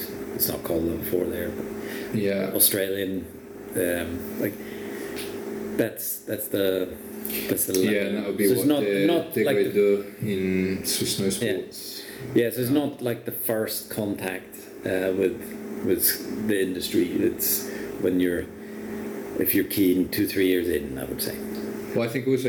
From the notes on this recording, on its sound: On the day that we recorded this it was about 33 degrees in Le Châble and we had a fan on in the background so that is what the background white noise is.